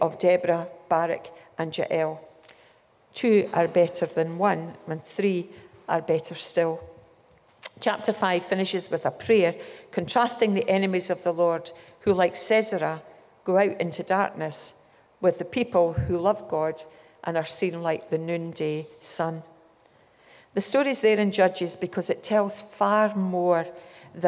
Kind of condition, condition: setting, live audience